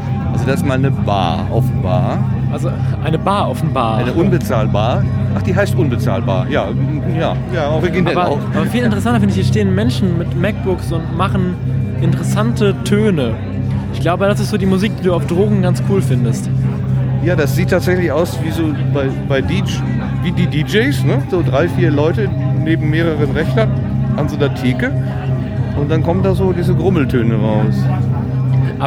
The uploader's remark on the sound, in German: RMN033 #32C3 Rundgang. Treppauf, treppab.